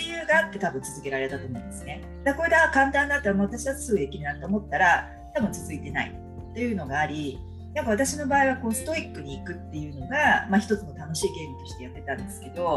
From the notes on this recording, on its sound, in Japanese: インスタライブの録音編集をお送りします